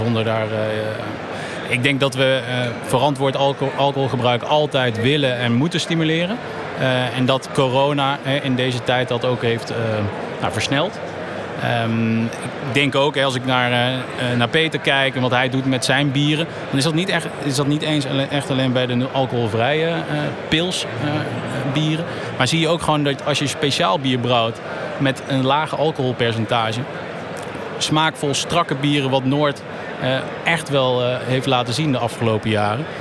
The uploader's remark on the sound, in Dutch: Deze korte serie is live opgenomen op Gastvrij Rotterdam.